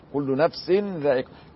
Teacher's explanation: كأن بعد السين نون، هذه النون هي مبدلة من هذا التنوين · Term: النون المبدلة من التنوين